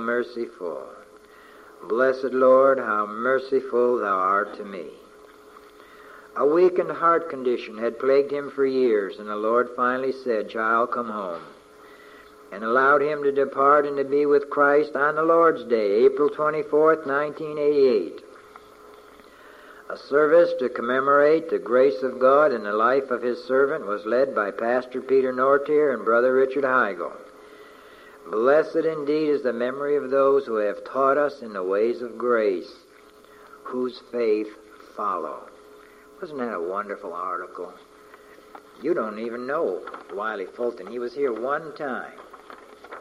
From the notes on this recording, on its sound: From a message preached on May 29, 1988